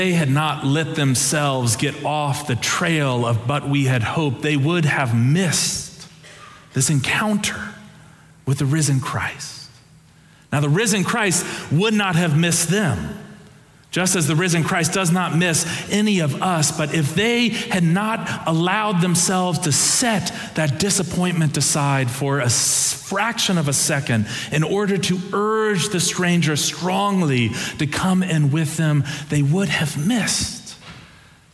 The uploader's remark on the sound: Preached on April 23, 2023 for our Sanctuary Worship Service